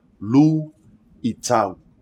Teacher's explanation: The glottal stop in luitau means we have separate syllables.